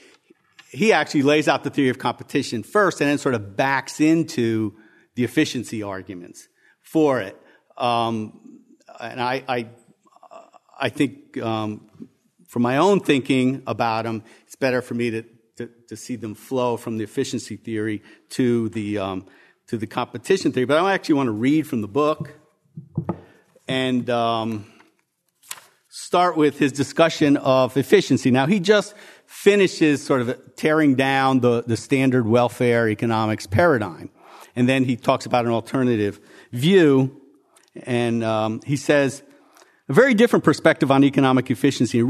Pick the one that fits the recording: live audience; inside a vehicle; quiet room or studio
live audience